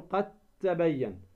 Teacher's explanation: الدال في التاء حيث وقع، أينما وقع في كتاب الله، الدال الساكنة ثم بعدها تاء تدغم الدال في التاء، قد تبين، ولا تقول قد تبين، هذا خطأ، تقول قد تبين، فتدغم الدال في التاء.